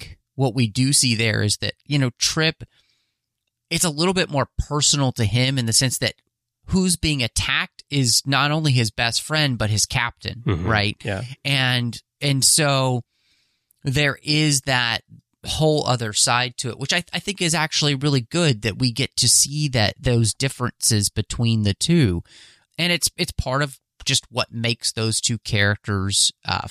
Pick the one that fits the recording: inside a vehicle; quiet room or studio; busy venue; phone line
quiet room or studio